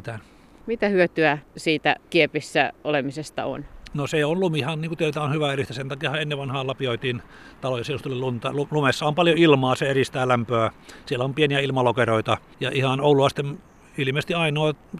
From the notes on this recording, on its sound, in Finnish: talvisella linturetkellä